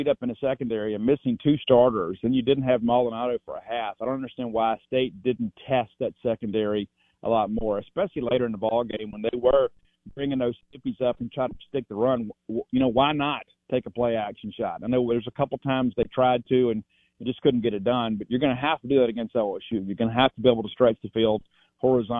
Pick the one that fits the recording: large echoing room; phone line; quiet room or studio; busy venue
phone line